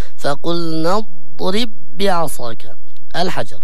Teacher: لابد من تبيين الاستطالة حق حرف الضاد